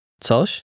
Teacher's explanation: The words for what and something are very similar. The only difference is the soft sh sound at the end of the word for something.